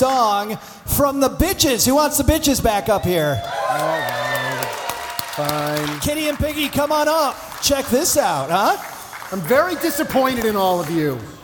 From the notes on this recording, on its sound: LIVE From EconoMe 2021. We are live today from the2021 EconoMe conference in Cincinnati.